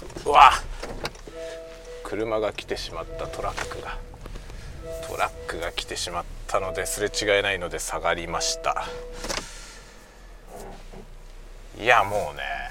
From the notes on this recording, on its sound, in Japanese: 昼休みにガソリン入れに行く実況。ガソリンスタンドに行きながら車の中でしゃべりました。Stand.fm。